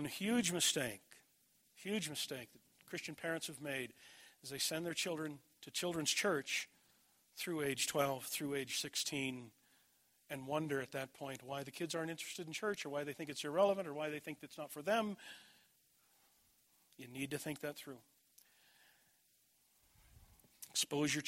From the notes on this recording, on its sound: This message was delivered at Desert Springs Church, Albuquerque, NM, June 24, 2011.